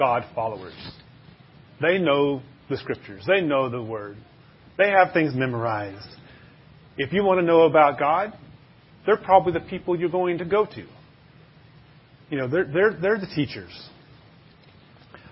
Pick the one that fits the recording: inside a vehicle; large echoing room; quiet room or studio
large echoing room